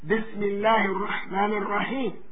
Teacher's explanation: Like in the case of Bismillahir Rahmanir Rahim, he wouldn't say the elongation of Allah because he wouldn't stop there, but he would connect it. So he wouldn't elongate at Allah, but he would elongate at the end of Ar-Rahim.